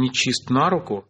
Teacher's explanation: Старые формы с оттяжкой ударения на предлог – обычно дольше сохраняются в устойчивых сочетаниях